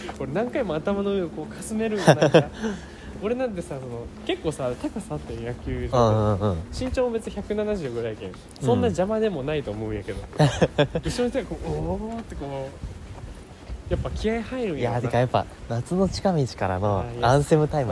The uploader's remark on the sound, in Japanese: 京葉線 #幕張。思ったよりも車通りが多くて雑音が混ざっていますが。